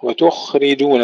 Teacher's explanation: الخاء سكنها بدون قلقلة، وتخرجون واكسر الراء جيدا، وتقتلون أنفسكم وتخرجون.